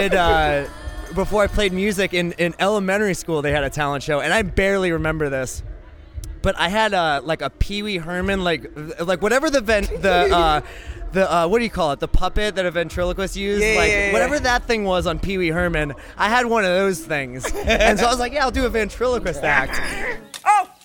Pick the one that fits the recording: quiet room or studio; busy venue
busy venue